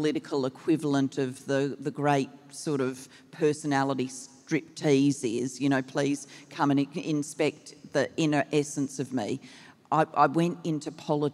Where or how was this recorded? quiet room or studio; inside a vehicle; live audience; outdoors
live audience